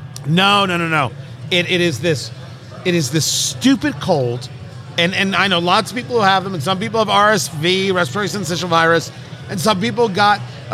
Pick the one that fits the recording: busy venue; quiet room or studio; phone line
busy venue